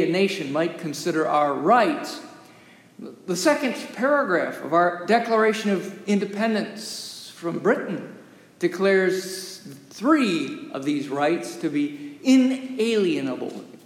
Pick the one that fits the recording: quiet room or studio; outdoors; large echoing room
large echoing room